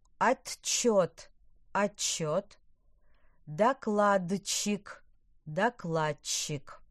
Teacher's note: Звукосочетание тч и дч произносятся как долгое ч.